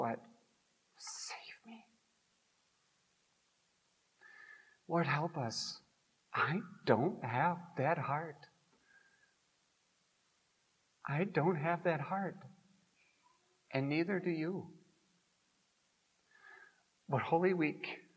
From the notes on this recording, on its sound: Preached at Grace Ev. Lutheran Church.